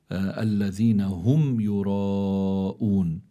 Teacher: الراء مفتوحة فإذا هي مفخمة، وعنا هون مد يقال له مد متصل وحكمه أنه واجب، فإذا متصل لاتصال المد بحرف الهمزة، يعني في كلمة واحدة، فعندي حرف المد أتى بعده همزة في كلمة واحدة، هذا اسمه مد واجب أو مد متصل.